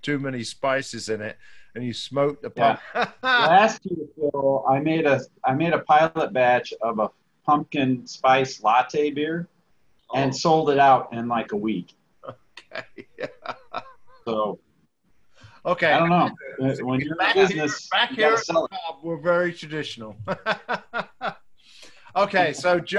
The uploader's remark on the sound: on a Zoom call